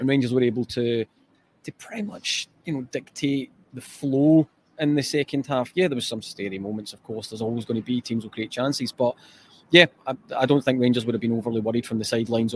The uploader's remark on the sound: Live Match Reaction from Ibrox